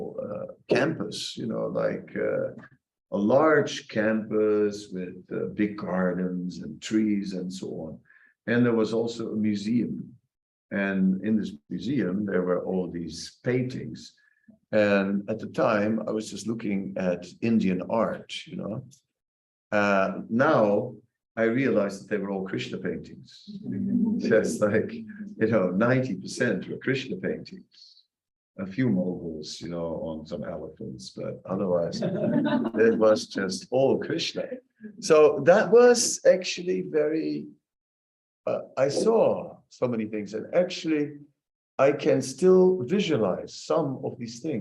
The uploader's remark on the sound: Zoom Meeting. Radhadesh.